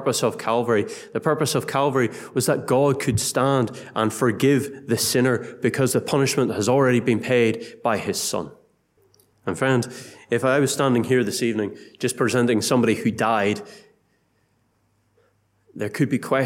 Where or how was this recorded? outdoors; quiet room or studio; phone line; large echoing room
large echoing room